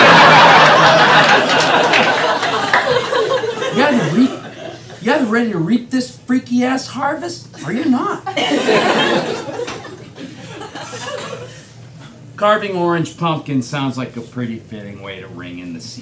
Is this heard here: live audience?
yes